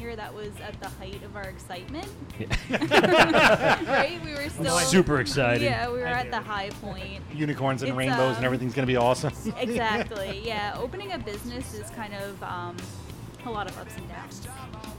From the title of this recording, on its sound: LIVE at 27A Brewery